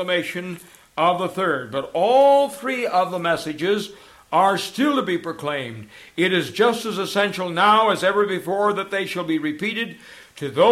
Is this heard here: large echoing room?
yes